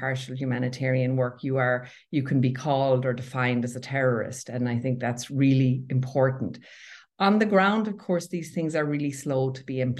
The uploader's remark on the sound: Please note that due to the virtual nature of this interview, there may be some slight audio irregularities.